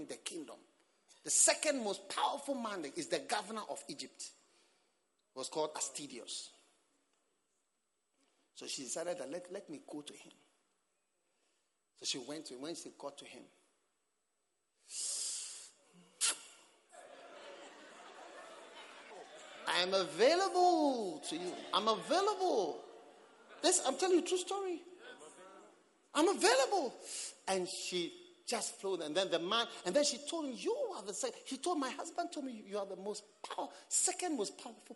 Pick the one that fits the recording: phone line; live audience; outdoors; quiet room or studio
live audience